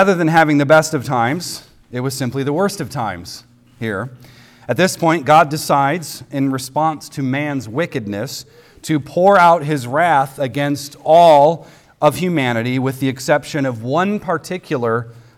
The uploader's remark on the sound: recorded on Sunday, March 26th, 2023, at the weekly worship gathering of Cross & Crown Church